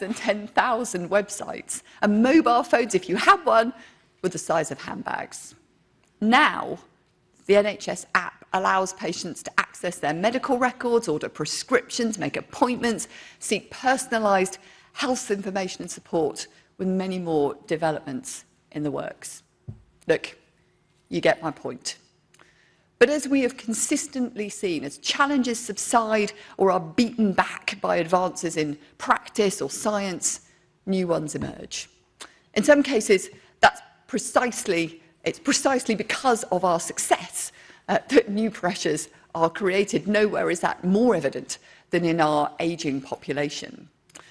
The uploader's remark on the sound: speech to NHS Confed Expo conference, 14 June 2023